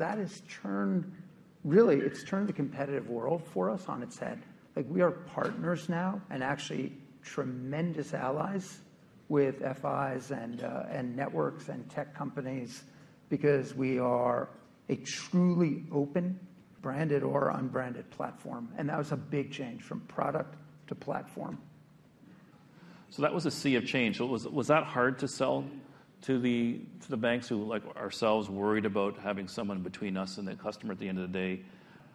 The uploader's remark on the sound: at the recent RBC Capital Markets Technology, Internet, Media and Telecommunications Conference in New York City